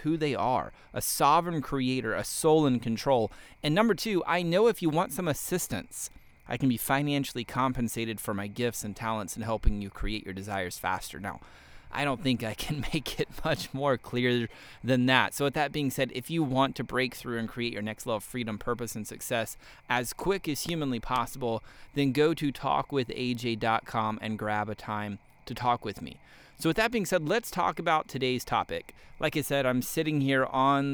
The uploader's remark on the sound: You may be able to hear the crickets chirping. I'm actually sitting out here on the deck of my new house and it's dark outside, and don't have the podcast set up in the office yet.